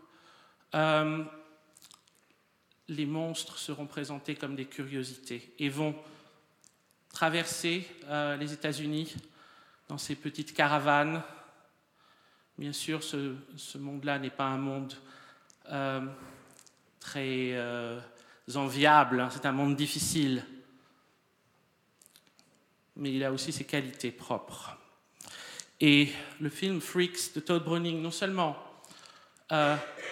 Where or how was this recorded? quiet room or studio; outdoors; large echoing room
large echoing room